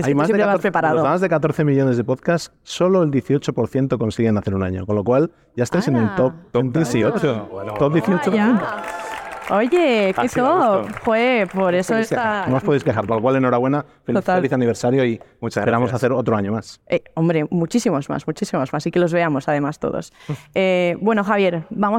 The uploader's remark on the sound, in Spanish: Hemos grabado nuestro episodio 12+1 desde la Caja Mágica en Madrid.